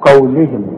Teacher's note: القاف هي المفخمة، ورقق اللام قوي مع الهاء